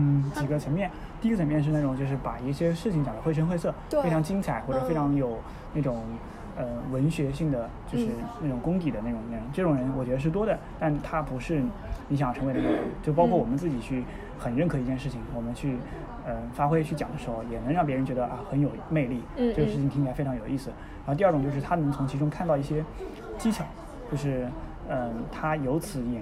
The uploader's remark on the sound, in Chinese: 本期是在餐厅录制，希望你成为坐在我们隔壁的另一桌客人。